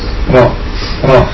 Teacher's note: Roh ini bukan huruf lidah, tapi huruf ujung lidah ya. Bukan huruf bibir.